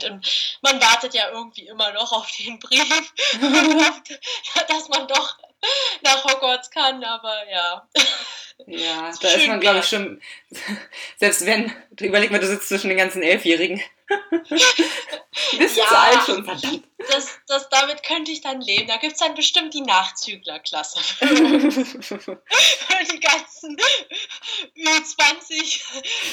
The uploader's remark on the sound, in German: Entschuldigt bitte, dass die Tonqualität leider nicht